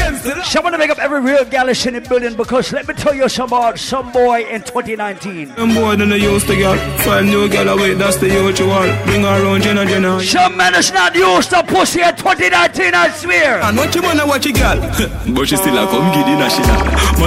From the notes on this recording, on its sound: LIVE AT ISLAND SATURDAYS ON MAY 4TH. Live Audio.